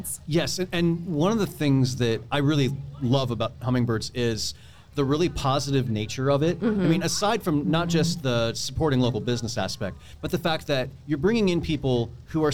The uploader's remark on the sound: Live from EntreFEST in Iowa City!